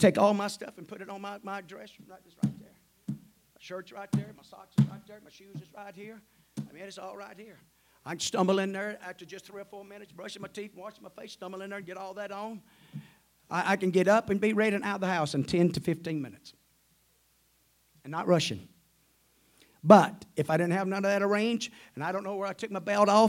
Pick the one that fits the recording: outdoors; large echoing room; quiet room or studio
large echoing room